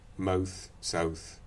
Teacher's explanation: So we've got a central beginning, mouth, south, which could be part of Canadian raising.